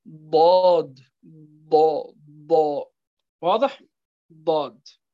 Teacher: حافة اللسان مع ما يحاذيها من الصفحة الداخلية إلى الضراس العليا. هذه إخواني الكرام المخرج الأول من حافة اللسان. · Term: الضاد